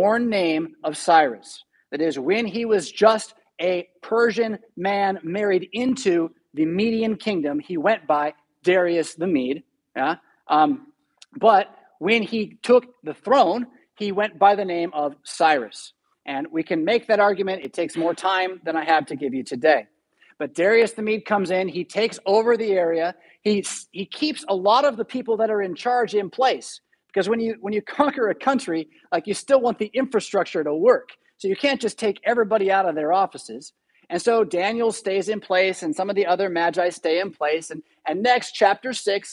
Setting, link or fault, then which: setting, large echoing room